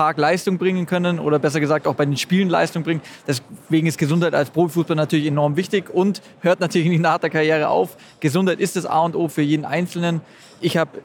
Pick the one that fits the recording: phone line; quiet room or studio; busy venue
busy venue